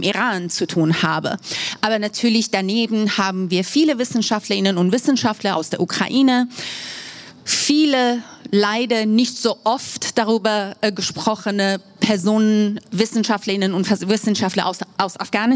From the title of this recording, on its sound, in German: LIVE aus der US-Botschaft in Berlin